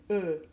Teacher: it's basically like saying an open E with an O mouth